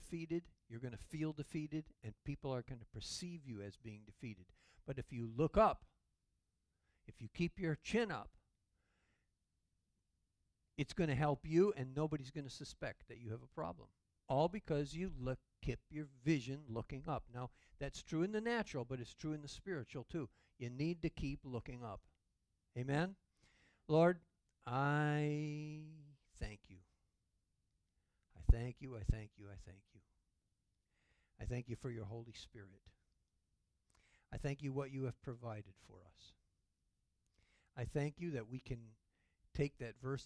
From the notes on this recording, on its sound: Calvary Assembly of God live Stream.